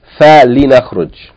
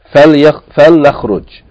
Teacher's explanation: the lam al-amr, which originally has kasra, because it's preceded by fa, yani became sakin. · Shown in: second take